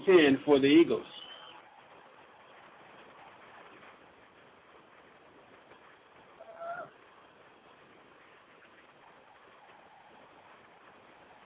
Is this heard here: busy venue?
yes